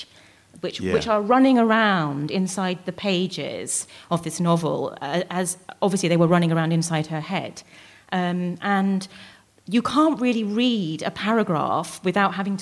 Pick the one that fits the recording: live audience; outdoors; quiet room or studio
live audience